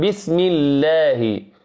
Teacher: إذا قلنا مثلا بسم الله، نلاحظ هنا في كلمة الله أن اللام مرققة، لا يحسن بنا أن نقول بسم الله، لا يجوز هذا، إنما قول بسم الله.